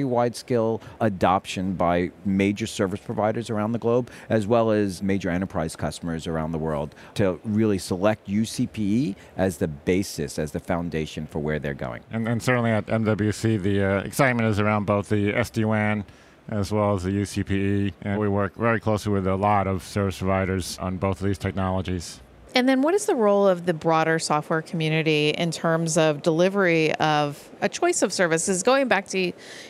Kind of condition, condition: setting, busy venue